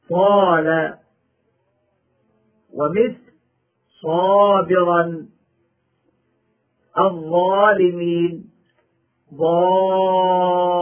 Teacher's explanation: وتختص حروف الإطباق بتفخيم أقوى، وهي الصاد والضاد والطاء والظاء